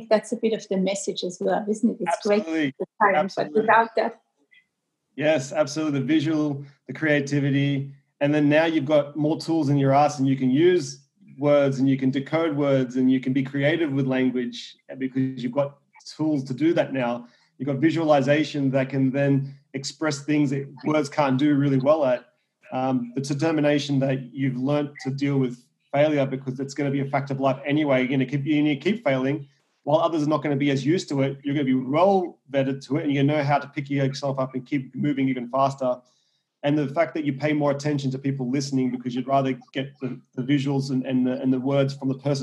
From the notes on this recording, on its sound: I was interviewing him via Zoom from his new home in California.